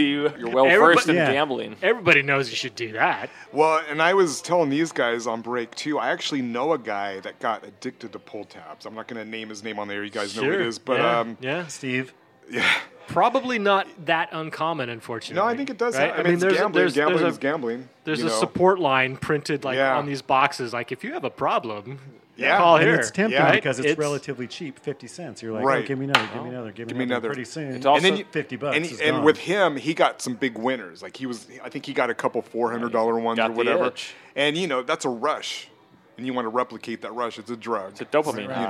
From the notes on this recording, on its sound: Little Red Hen in Greenlake. A bar known for line dancing and it's open mic nights. Recorded live at Sylvia's Little Red Hen on 8/18/2022.